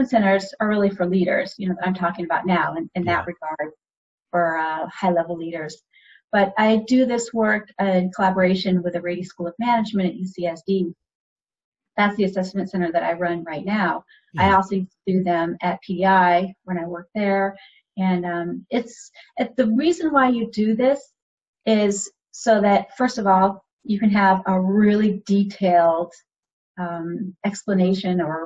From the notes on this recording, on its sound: This show was recorded using Zoom video conferencing